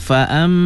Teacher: Dengungnya ada cuma kurang. Ya. Tambahkan sikit lamanya. · Term: gunnah